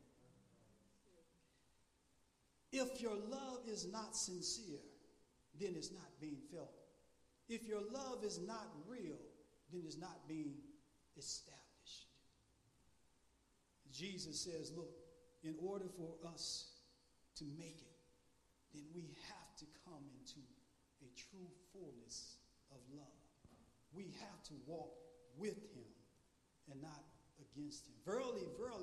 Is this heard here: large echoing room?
yes